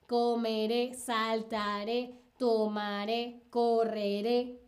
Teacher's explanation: todas llevan acento en la última sílaba · Term: acento prosódico